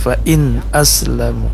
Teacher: nun sukun tidak boleh dipanjangkan, tidak boleh misalnya fa'in aslamu, tidak boleh, tapi harus jelas atau nampak nun sukunnya · Term: izhar